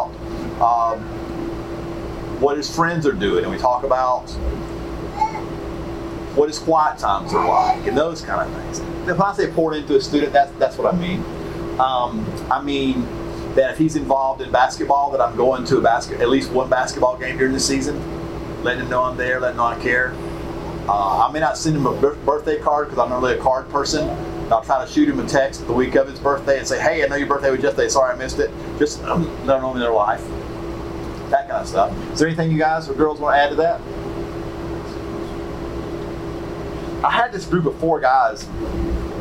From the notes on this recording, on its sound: Statesboro Breakout Session 1. Georgia Baptist Mission Board. Note: Audio Quality Issues.